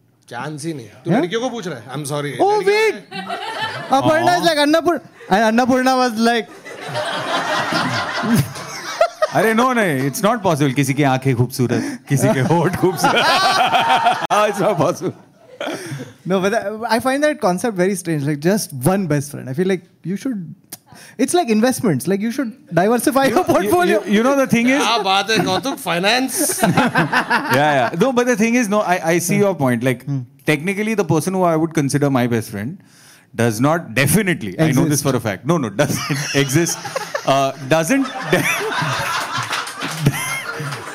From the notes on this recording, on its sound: In this live episode, the boys get together.